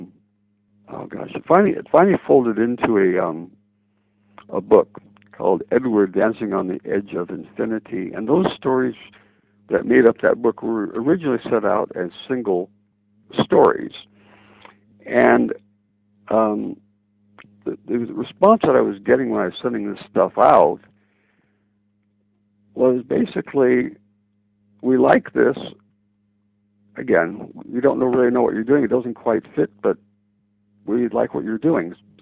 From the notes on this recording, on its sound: the second part of their phone conversation